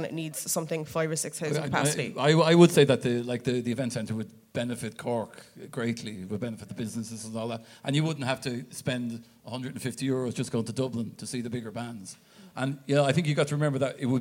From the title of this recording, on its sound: Live at It Takes A Village 2019